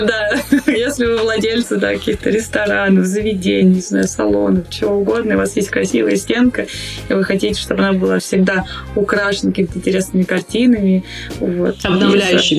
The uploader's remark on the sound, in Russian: Звук в этом выпуске не фонтан